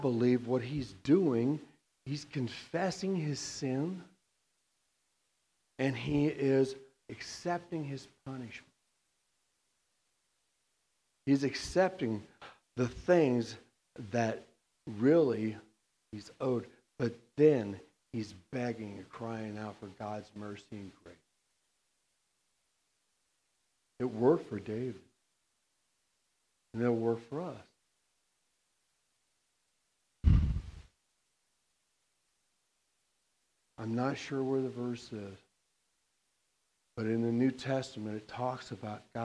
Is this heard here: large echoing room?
yes